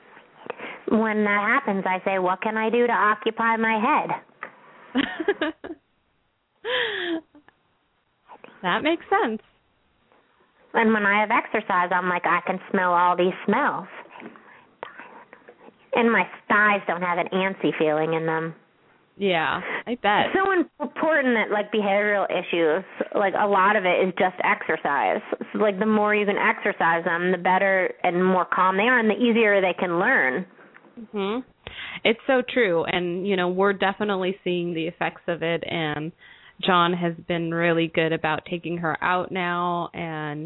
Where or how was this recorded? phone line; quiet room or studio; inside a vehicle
phone line